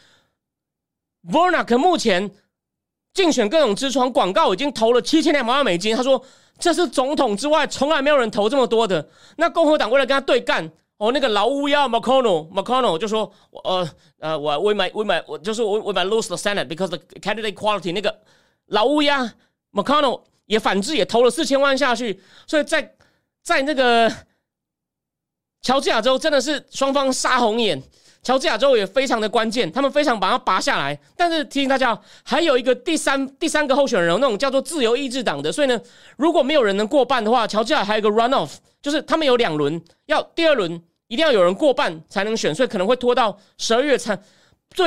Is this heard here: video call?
no